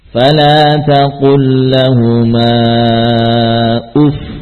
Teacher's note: kesan bahwa fa-nya bertasydid bukan dengan cara kita panjangkan fa-nya · Term: Nabr